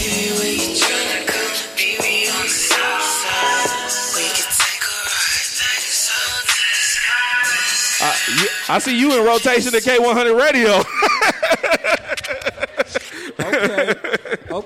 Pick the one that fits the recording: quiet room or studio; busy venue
busy venue